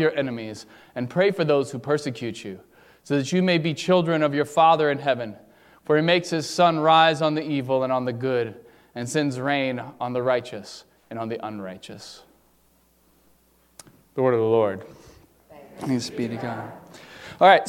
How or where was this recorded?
large echoing room